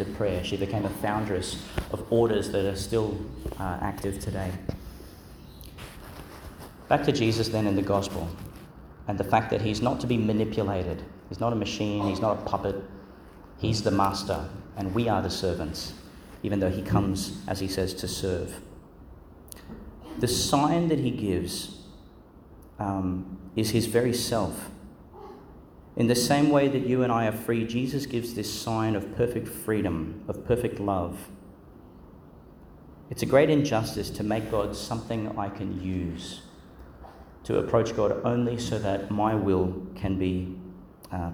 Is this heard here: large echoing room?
yes